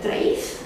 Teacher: În greacă, numeralul este treis, cu E lung închis.